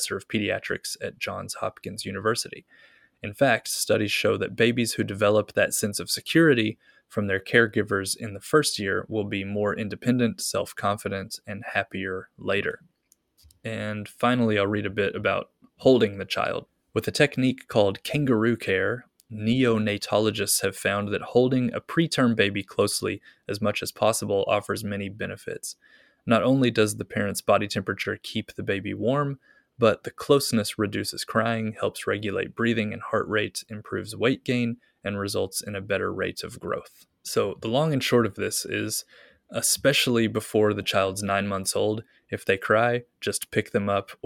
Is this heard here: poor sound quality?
no